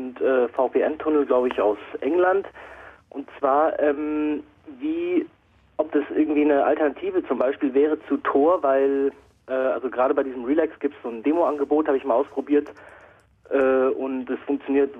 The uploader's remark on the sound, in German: Selbstverständlich mit euch live am Telefon.